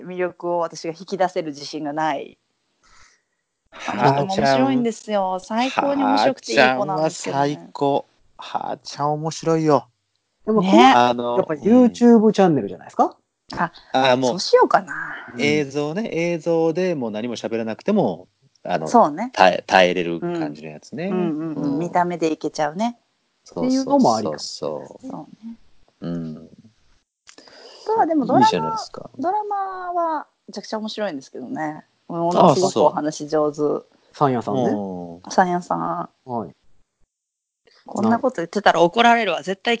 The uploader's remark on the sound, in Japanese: 今回はスカイプで収録。東京、大阪、兵庫全員別の場所での収録です！いつもよりも音質が…っていうのはあるかもしれませんが…